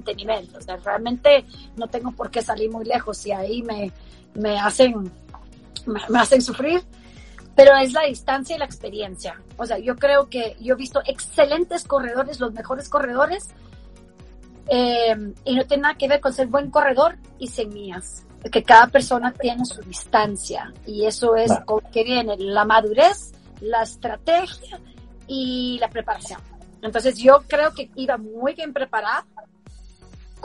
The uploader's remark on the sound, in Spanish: con quien conversamos en Instagram Live